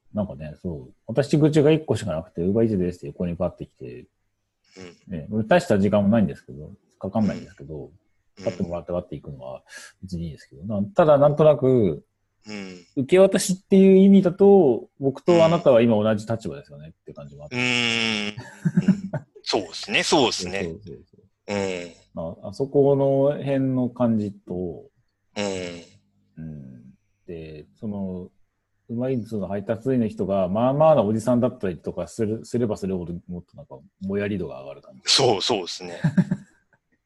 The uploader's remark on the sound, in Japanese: リモート収録